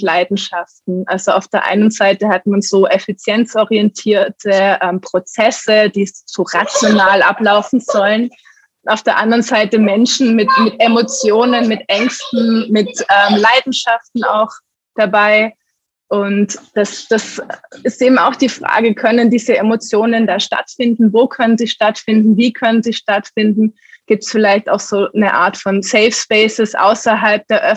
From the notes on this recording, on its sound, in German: Im Zoom-Webtalk